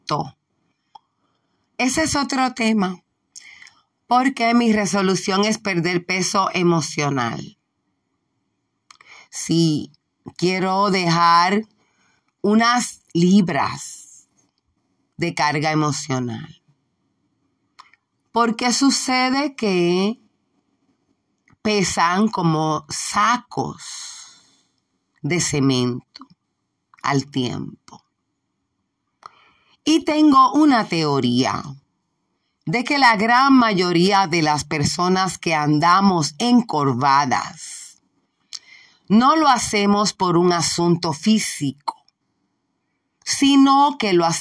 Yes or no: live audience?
no